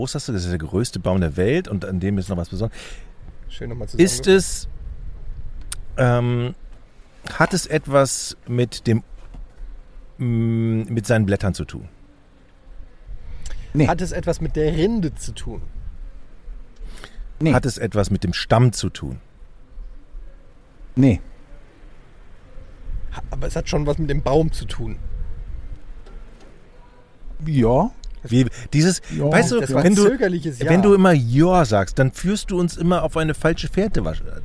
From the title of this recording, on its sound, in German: Live vom OMR Festival